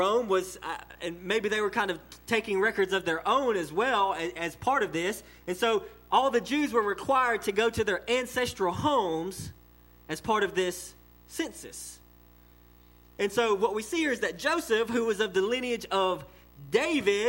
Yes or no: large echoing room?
yes